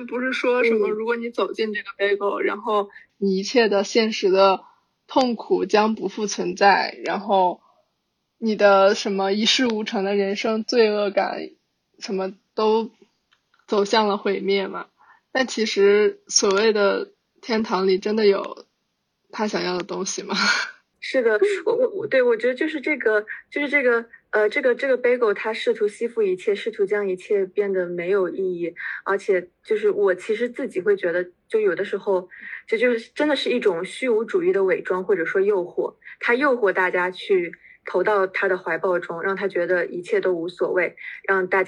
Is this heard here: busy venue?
no